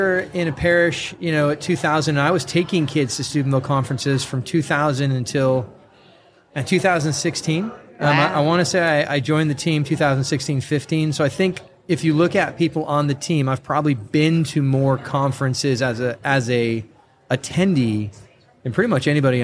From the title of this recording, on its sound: Live from Steubenville South